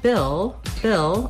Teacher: we have the vowel I, which is a lax high front vowel.